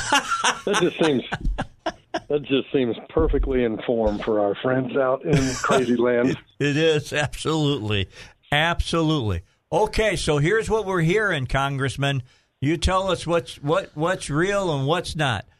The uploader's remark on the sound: Called. Came in the studio.